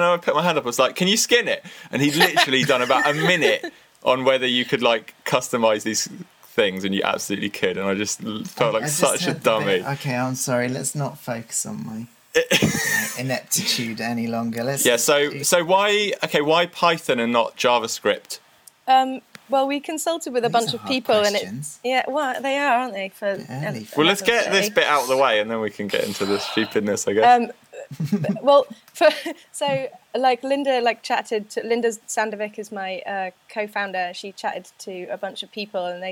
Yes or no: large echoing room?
no